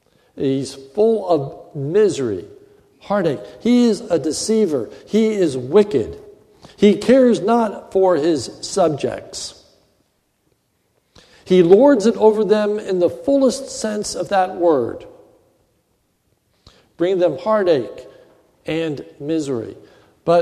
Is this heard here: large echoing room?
yes